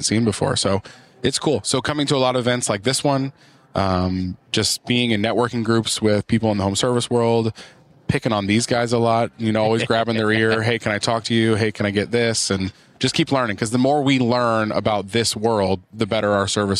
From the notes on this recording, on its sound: Pod-Row at Synkd LIVE